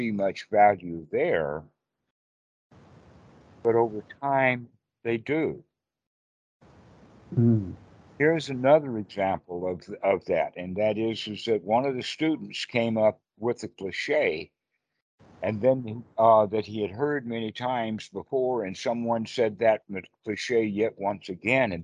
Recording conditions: video call